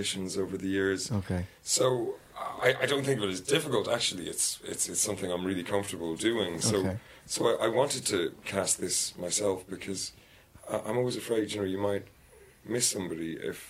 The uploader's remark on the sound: Kerry Film Festival 2018. We're coming to you from the Kingdom of Kerry, at the Kerry Film Festival.